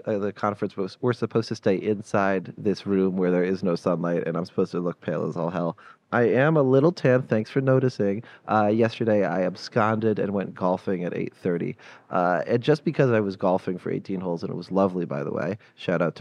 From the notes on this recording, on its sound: Live from Consensus 2023. Sit down for a live, in-person conversation on the breaking stories of Consensus 2023.